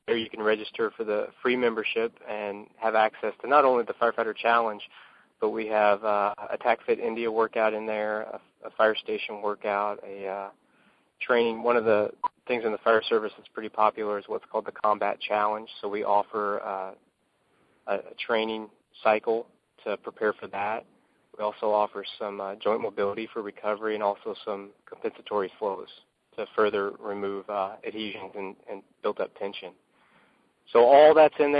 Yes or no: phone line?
yes